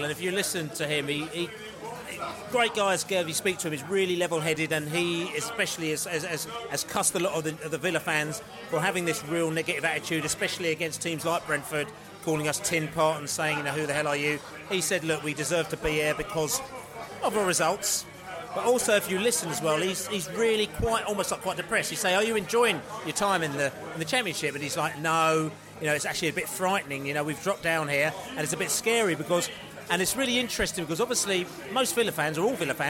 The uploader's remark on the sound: On our Newcastle pre-match podcast from the pub. In the White Hart pub in Southwark.